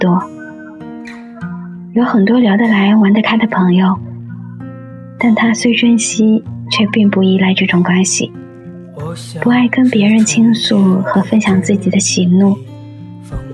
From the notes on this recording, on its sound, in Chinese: 有杂音外面耍的小孩子的声音。